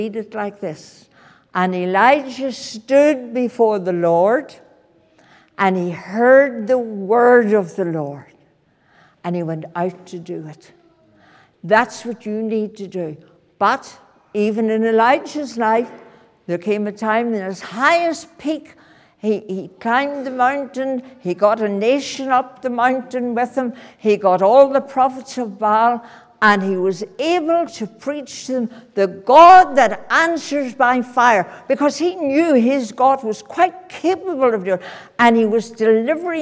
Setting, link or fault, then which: setting, large echoing room